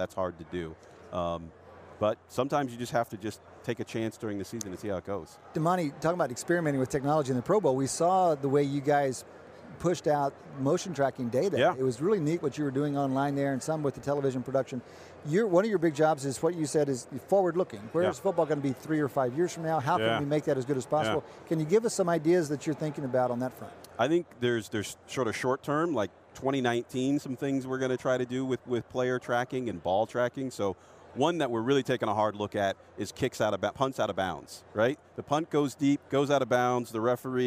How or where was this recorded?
busy venue